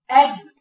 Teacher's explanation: لكن الفرق بين الدال والتاء ان الدال والتاء فيها همس هواء، الدال ما كانش فيها هواء اد. ولذلك لو دخلت فيها هواء تبقى كانها تاء، لو دخلت فيها هواء كانها تبقى دين.